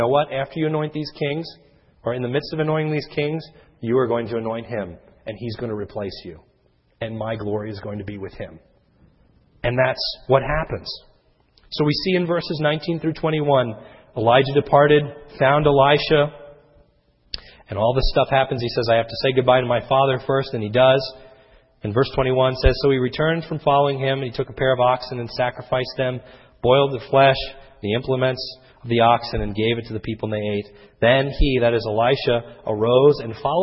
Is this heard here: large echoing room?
yes